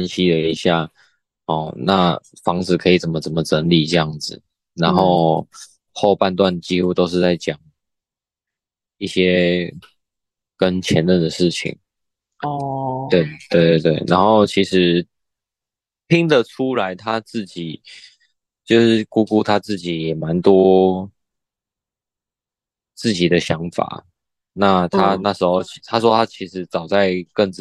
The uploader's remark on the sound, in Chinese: 第一次遠端錄音